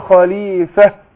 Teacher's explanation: أقول أحقق الهاء عشان حرف خفاء ضعيف أقول خليفة فكده إني جاعل في الأرض خليفة.